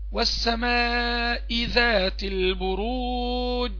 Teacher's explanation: وقفت وكتمت الصوت، انت ما سمعتش الجيم